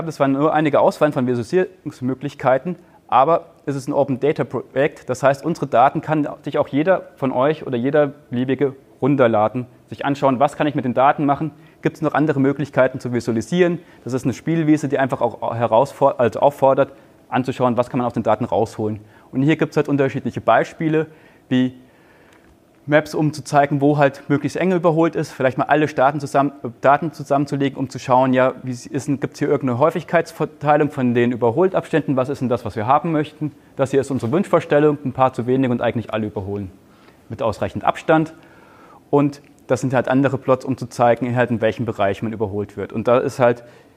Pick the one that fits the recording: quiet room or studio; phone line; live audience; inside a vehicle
live audience